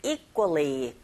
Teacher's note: Equally보다는 equally, 끄처럼 쿠 사운드를 약간 된소리 나게 발음하시고